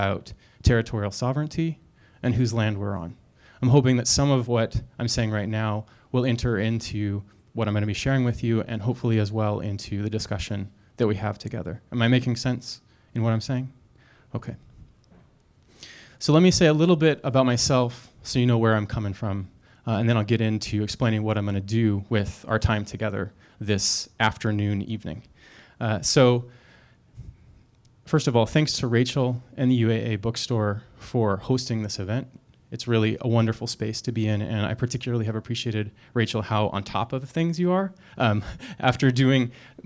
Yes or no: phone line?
no